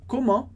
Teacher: Comment, sem o T do final.